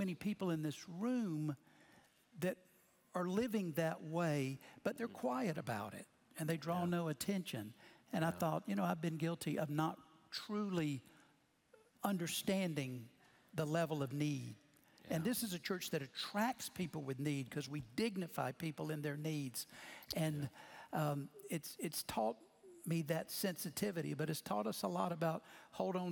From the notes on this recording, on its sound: Recorded Live at Brookwood Church.